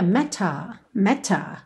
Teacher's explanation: num sotaque mais britânico a gente teria meta, meta, ok? O T bem marcadinho.